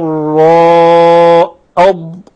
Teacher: تخرج الضاد من حافة اللسان مع ما يلي من الأضراس العليا، والضاد حرف استطالة يمتد اللسان في مخرجه. والضراء لابد من أن تضغط على الضاد.